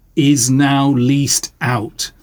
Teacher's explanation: Every syllable stressed by being monosyllabic there